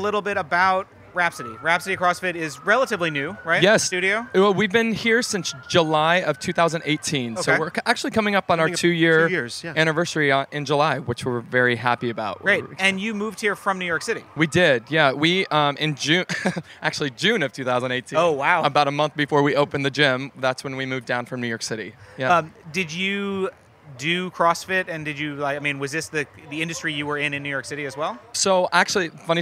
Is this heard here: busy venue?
yes